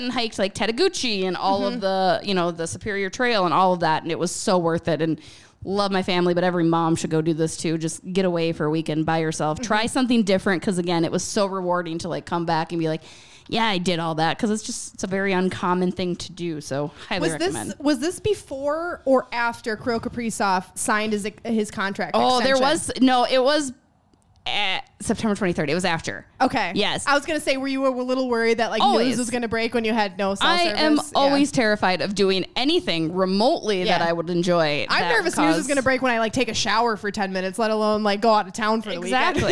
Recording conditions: busy venue